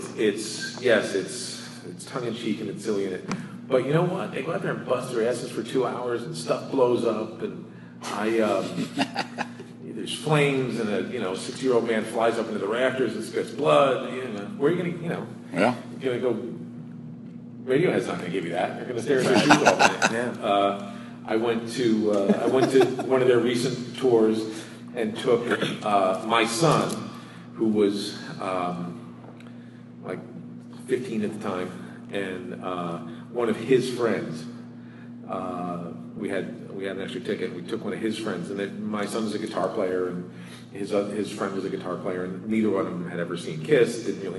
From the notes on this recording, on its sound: LIVE from Baltimore Comic Con! In this episode, we are LIVE from Charm City!